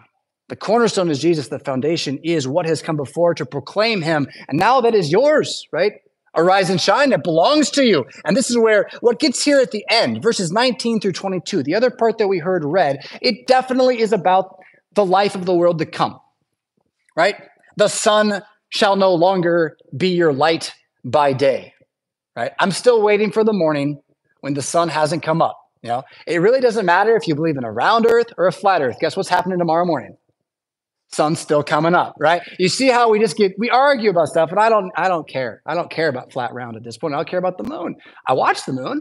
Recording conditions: large echoing room